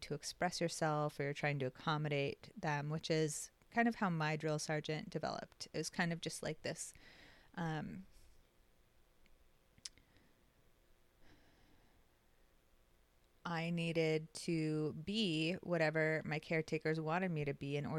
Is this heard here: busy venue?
no